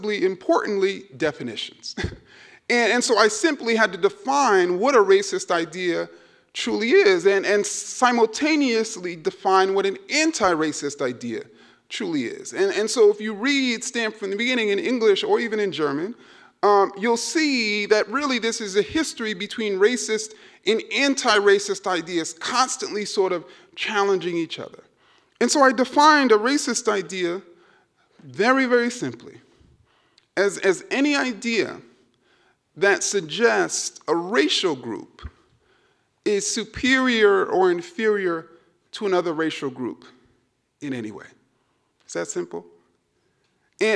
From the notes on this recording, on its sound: keynote speech at the Dear White People Symposium (February 17, 2019 at E-Werk in Freiburg, Germany)